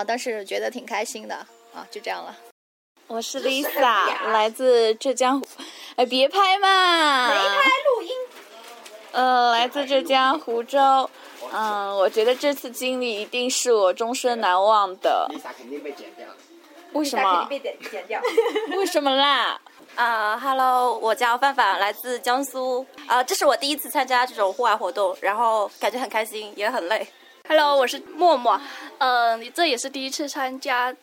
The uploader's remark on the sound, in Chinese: 仙居，捡来的秘密基地。身临大自然为大家录制的节目。这也是#假电台#第一次走出去主持节目。